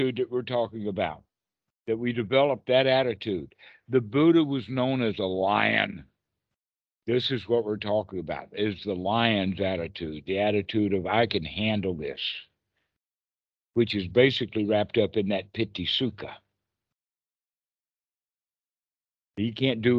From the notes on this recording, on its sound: skype calls on this channel